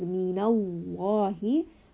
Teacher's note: So Allah is heavy, it's not light, it is not minallahi, it is minallahi. So the mouth will feel very full. · Term: heavy lam